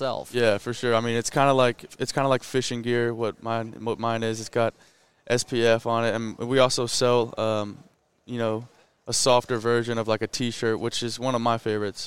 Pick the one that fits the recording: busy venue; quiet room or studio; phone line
busy venue